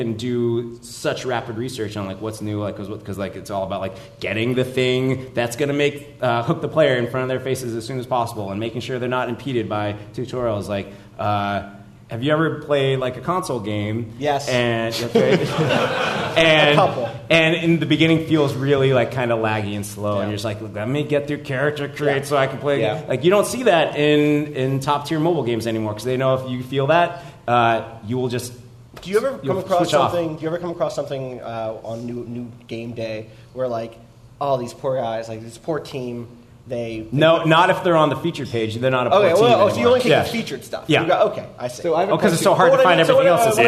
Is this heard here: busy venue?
yes